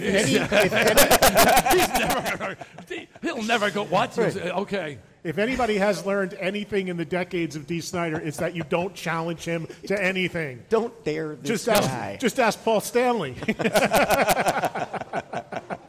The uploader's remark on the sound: Recorded in front of a live audience at House of Blues in Houston, T.X.